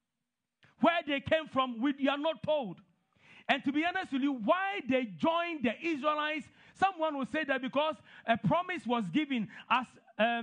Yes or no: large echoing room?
yes